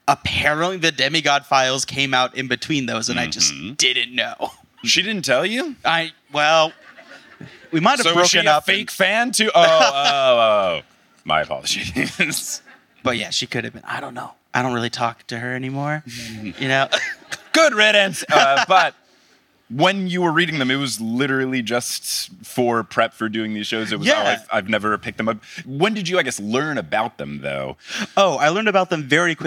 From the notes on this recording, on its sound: live in Oslo, Norway